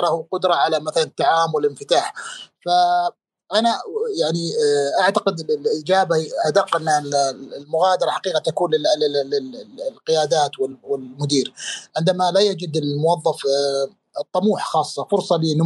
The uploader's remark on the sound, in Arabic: تسجيل لمساحة ابن رشد الأسبوعية على منصة تويتر